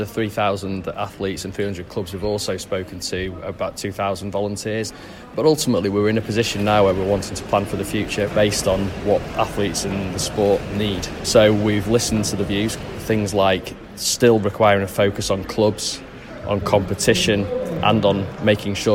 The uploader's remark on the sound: Recorded at the Combined Events Indoor Championships in Sheffield